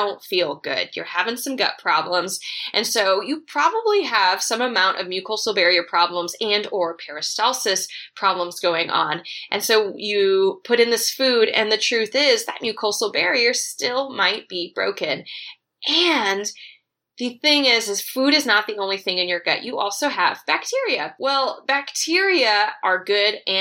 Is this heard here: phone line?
no